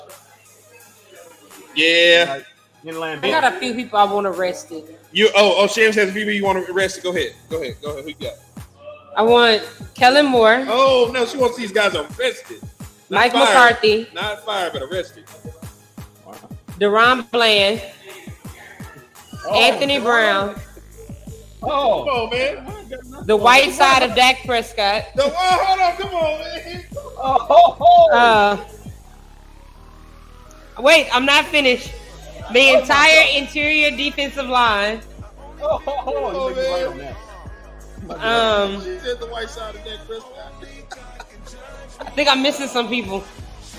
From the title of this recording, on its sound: Live from White Rock Ale House